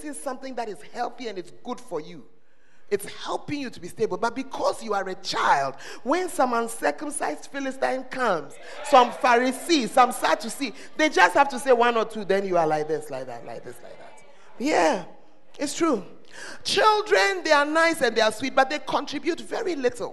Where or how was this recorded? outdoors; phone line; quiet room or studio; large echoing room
large echoing room